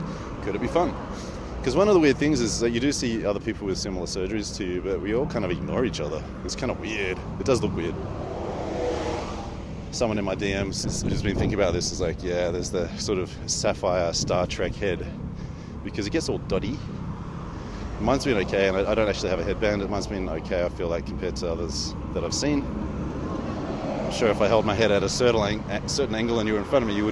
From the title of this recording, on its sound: Istanbul, Walk and Talk